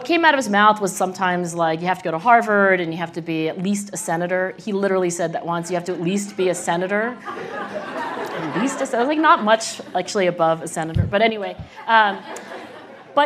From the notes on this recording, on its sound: (This conversation is from the 2018 Aspen Ideas Festival.)